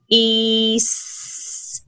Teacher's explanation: the high front vowel E, you know, your tongue is up high and it's at the front. And if you think where S is, your tongue is high and at the front.